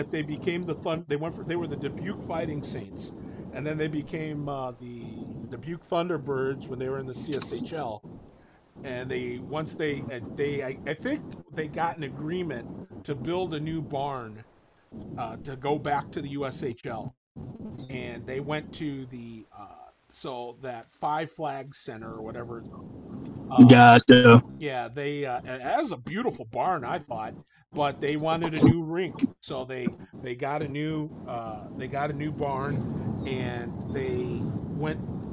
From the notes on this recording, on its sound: Audio is a little noisy as we had to do this episode "on the road"